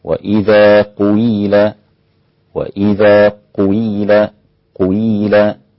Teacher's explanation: أربعة يقرؤون بإشمام كسر القاف في كلمة قيل، فتنطق هكذا: وإذا قيل، وإذا قيل، قيل، هكذا.